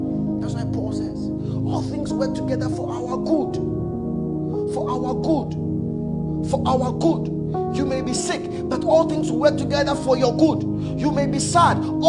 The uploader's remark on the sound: Message preached at ICGC Rehoboth Temple - Toronto